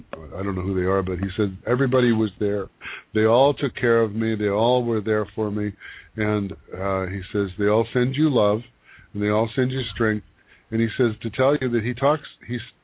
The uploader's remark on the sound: Pre-recorded show - no live calls tonight. With the permission of all participants from Pahrump, NV, we are sharing their emotional TeleCircle. This was a private event where all 6 women were friends or relatives. A TeleCiircle is an event where 6 people call into our conference line and have readings up to 10 minutes each.